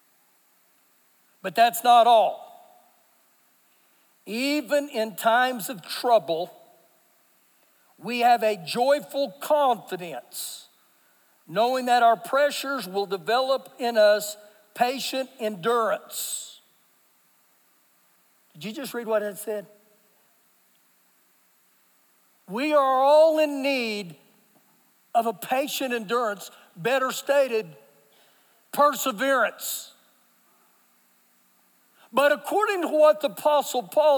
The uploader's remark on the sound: Recorded live during our Sunday Morning service